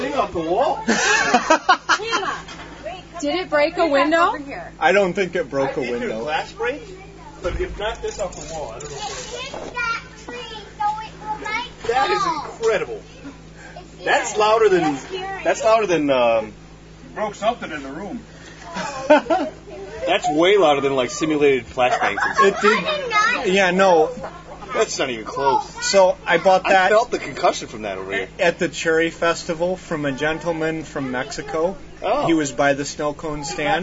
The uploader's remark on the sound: Recording from the beach (for realz).